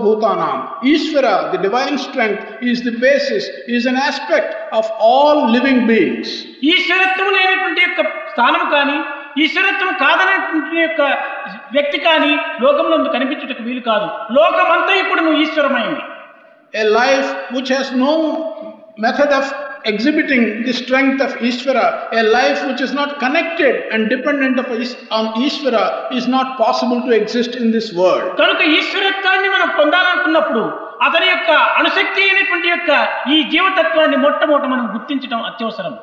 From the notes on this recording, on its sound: during the inauguration of the 2nd World Conference of Sri Sathya Sai Organisations